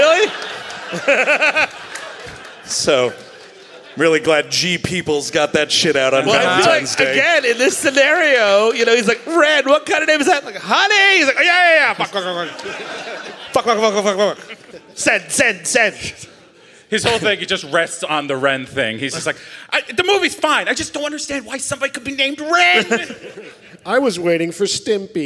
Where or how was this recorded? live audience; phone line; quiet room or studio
live audience